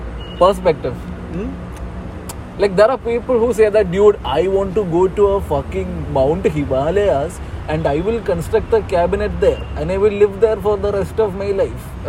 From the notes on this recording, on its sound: We recorded this episode in a cemetery.